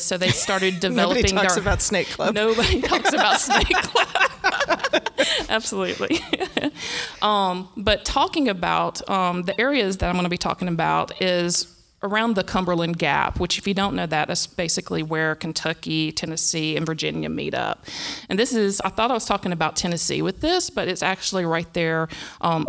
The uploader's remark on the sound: LIVE from the PodX convention in Nashville